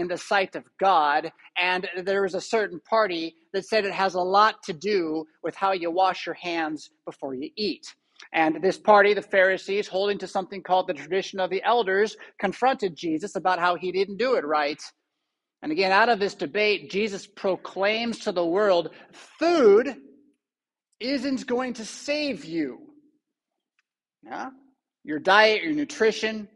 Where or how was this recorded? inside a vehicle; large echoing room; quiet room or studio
large echoing room